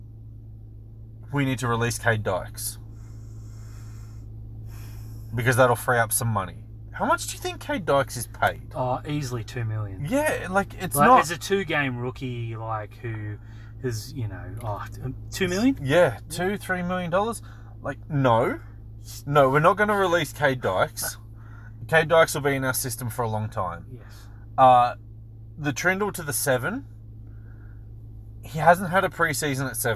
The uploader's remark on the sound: We're in the car